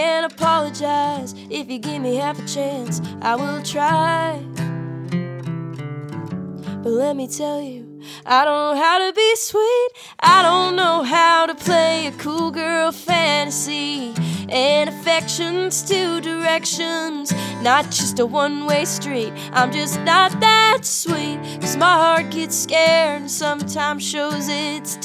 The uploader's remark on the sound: Live from AMERICANAFEST 2023